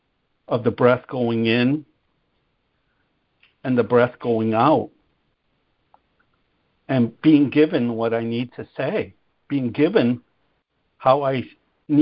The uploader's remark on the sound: ACIM Daily Conference Call